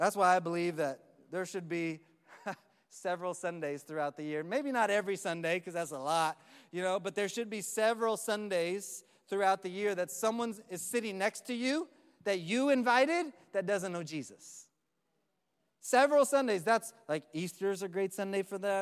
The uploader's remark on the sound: Live from Orlando, Florida